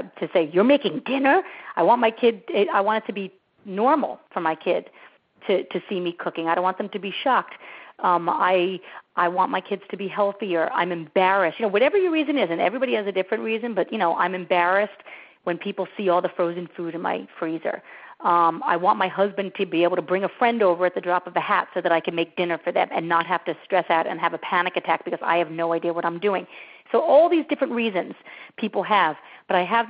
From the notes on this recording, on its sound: On this recording of our June 1, 2010, teleseminar